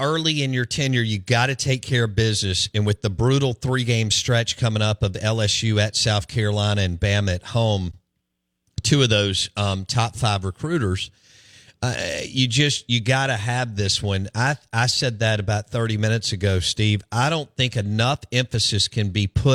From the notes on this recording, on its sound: on the Farm Bureau guest line